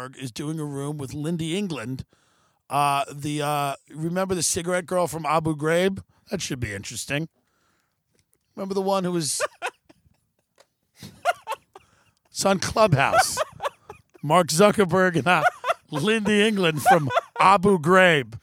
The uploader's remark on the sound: Live from hill country. Broadcasts outdoors.